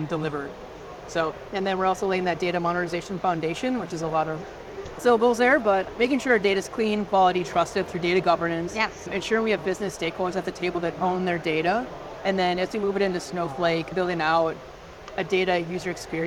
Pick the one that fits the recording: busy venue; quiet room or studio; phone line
busy venue